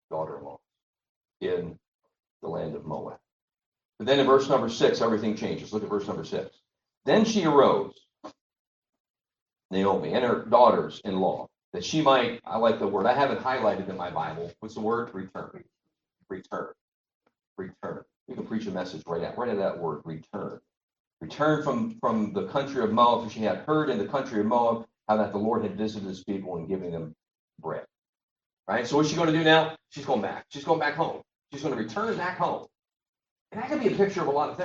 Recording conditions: poor sound quality